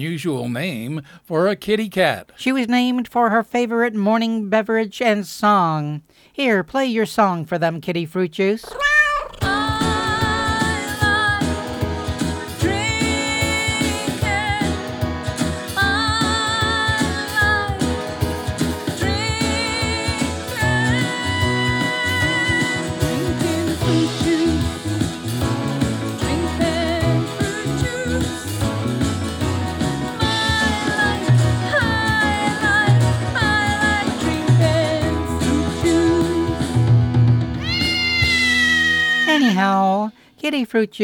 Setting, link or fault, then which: setting, live audience